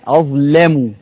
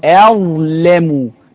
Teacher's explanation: ان انت فخمت اللام ليه علشان قبل منها في حرف الظاء وحرف الظاء ده من الاستعلاء